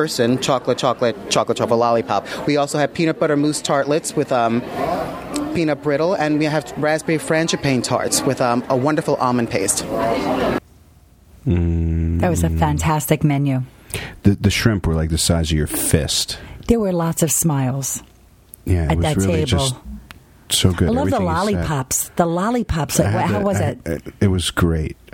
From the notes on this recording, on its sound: Special Edition Meet the Masters on Location at Kate’s Paperie.